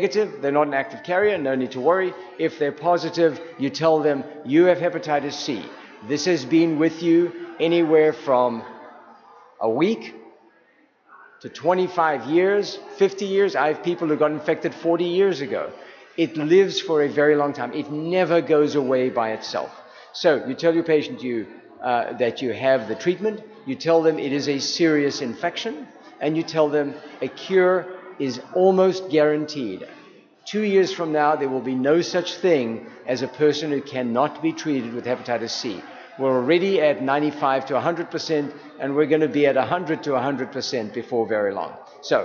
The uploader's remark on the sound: Doing RC2C from San Antonio at the 42nd annual TAAP Conference in San Antonio, TX. Here is the luncheon presentation from Day One.